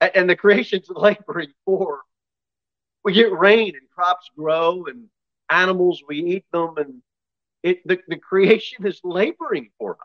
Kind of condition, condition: setting, large echoing room